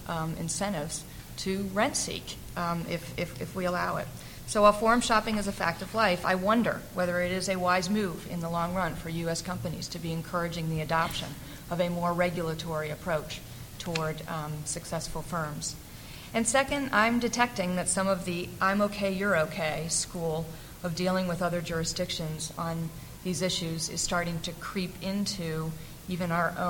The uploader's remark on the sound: The Federalist Society's Corporations Practice Group presented this panel discussion at the 2006 Annual National Lawyers Convention on November 18, 2006.